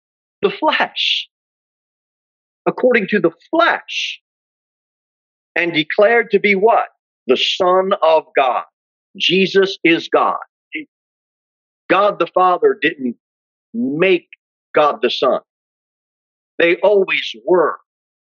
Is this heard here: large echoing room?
yes